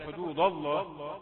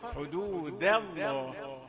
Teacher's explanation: حدود الله لم لفظ الجلالة مفخمة ولكنها لا تسبب تفخيم ما قبلها. دال رقيقة لا تفخم بأي حال · Shown in: second take · فلا تقل حدود الله.